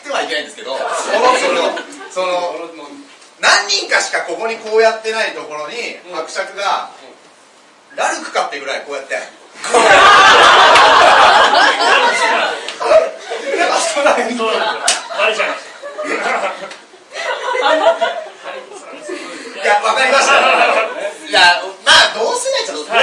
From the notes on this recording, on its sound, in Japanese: 公開収録ライブ